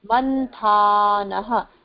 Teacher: The first na is half, is without the akaranta.